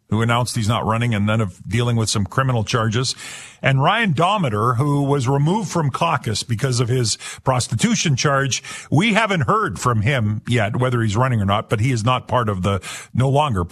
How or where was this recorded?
phone line